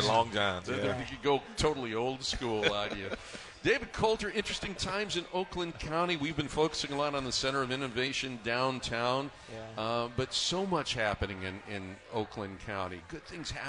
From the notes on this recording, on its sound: live from StartupNation for the 'JR Morning Holiday Breakfast